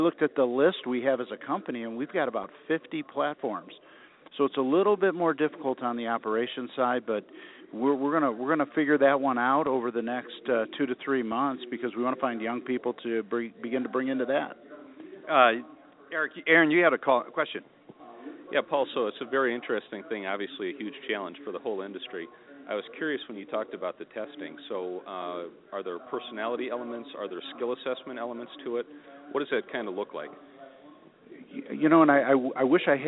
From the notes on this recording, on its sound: Broadcasting "live" from the Motivity User Conference in Denver. Interviewing various executives of mortgage companies here at the conference.